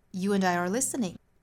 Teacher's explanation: 听起来重点呢仍然是在 listening 的 li 上头。所以呢虽然说这三个句子是由短到长，但是因为英语是重音计时的语言，这三句话的重音都在 listen 的这个 li 上头，所以三个句子的长短基本上是一样的。第一个语调的重点我们讲完了，第二